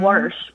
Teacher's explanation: So your mother says wash with an R.